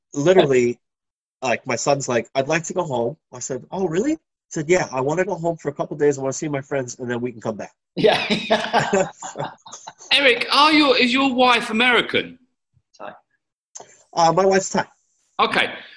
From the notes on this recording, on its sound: over the wonders of Zoom